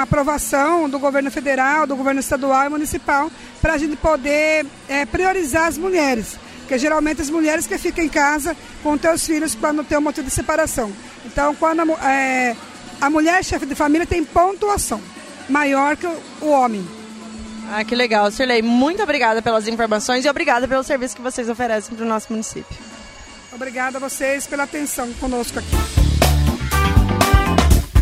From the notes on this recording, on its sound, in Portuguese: Nesse episódio especial a gravação do podcast foi fora dos portões da escola. O evento Ação Cidadania foi realizado pela FIEMS e TV MORENA com apoio da Prefeitura de Porto Murtinho.